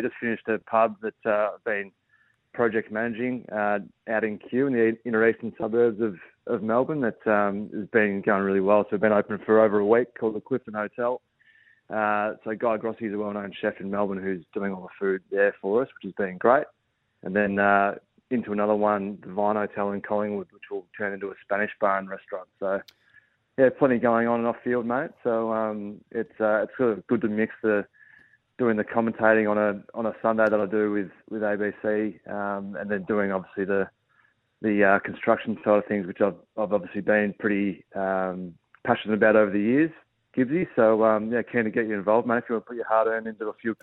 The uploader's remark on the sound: phoned in to wish his old mate all the best